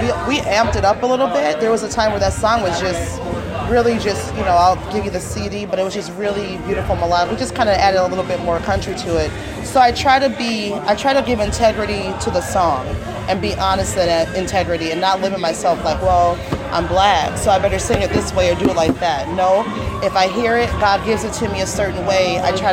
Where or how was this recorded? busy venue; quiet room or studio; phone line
busy venue